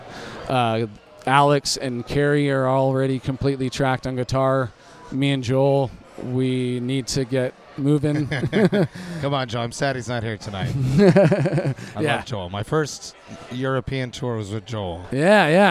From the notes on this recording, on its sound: Recorded at The Monk's Cellar in Roseville, CA.